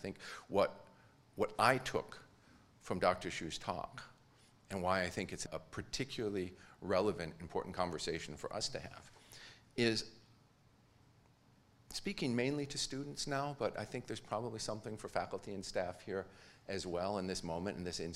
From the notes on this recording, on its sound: Deliver the 2023 Sternberg Family Lecture in Public Scholarship.